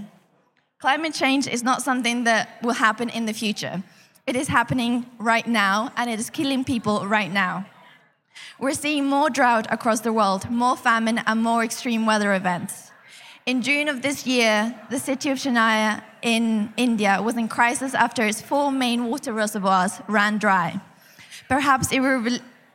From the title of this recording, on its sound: live at Reading Vegan Festival 2019